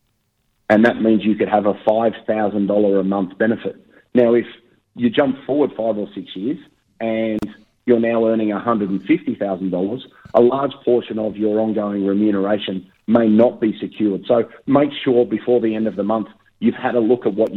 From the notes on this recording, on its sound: Covid lockdown extends in many parts of Australia, including the ACT. Can’t be in the studio again this week. Over the phone.